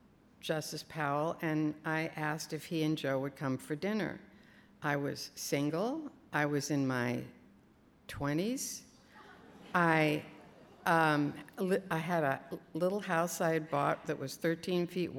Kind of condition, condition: setting, live audience